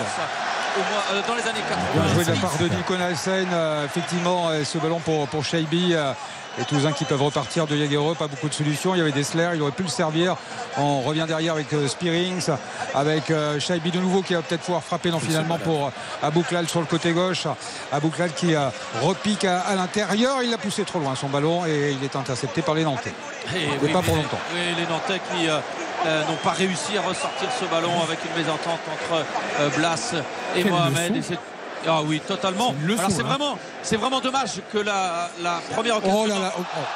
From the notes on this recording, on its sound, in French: en direct du stade de France